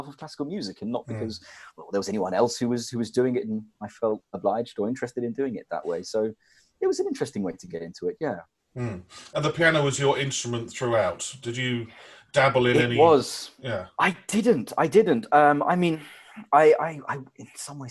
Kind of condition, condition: link, video call